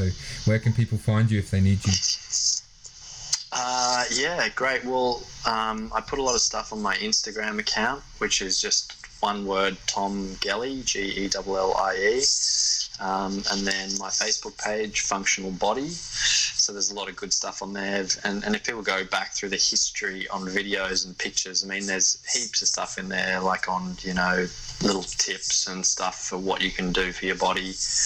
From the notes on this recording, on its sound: The sound quality is not amazing on this one as it was done over Skype.